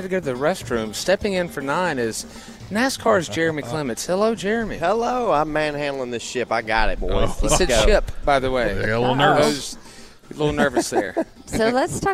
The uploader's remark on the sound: WE ARE LIVE AT BON SECOURS WELLNESS ARENA FOR THE LEO SANTA TOY DRIVE.